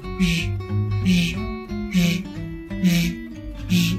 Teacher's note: 太阳日的日要卷舌，卷舌之后呢，上牙跟下牙合拢的